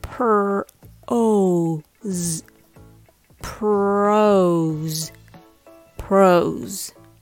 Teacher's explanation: Syllable number one, pros. The word pro has a long O vowel. It starts with a P and R blend.